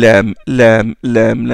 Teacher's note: la partie latérale de la langue, droite ou gauche, touche les alvéoles des dents supérieures. Donc, quand on la prononce, on fait pression vers le bas et la mâchoire inférieure descend un peu vers le bas.